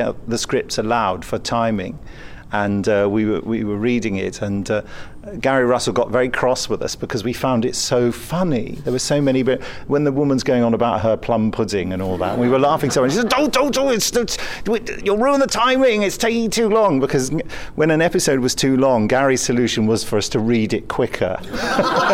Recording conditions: busy venue